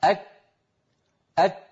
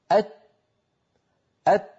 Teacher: ينطقون الكاف والتاء محبوستي الصوت، ثم بعد هذا الحبس للصوت يطلقون نفسا